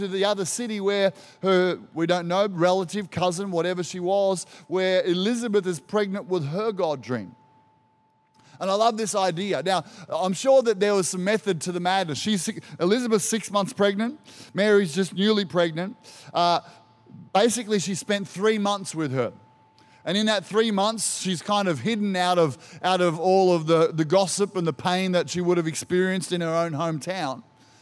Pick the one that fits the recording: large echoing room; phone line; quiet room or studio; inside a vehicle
large echoing room